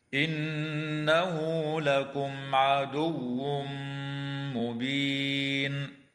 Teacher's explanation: تغن النون المشددة في كلمة إنه